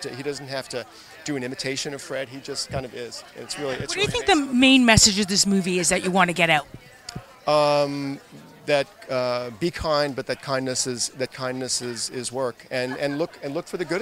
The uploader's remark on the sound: shot Live-on-Location at their TIFF red carpet premiere